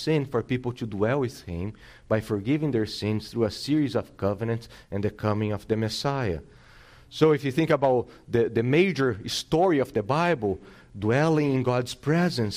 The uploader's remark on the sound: This sermon was preached on August 28th, 2022 at Salem Reformed Baptist.